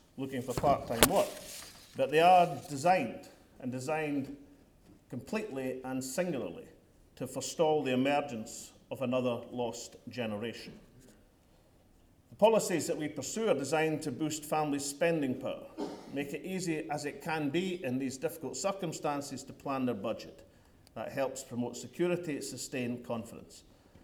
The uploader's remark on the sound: The First Minister told a London audience tonight. A capacity crowd at the London School of Economics (LSE). 400-strong gathering.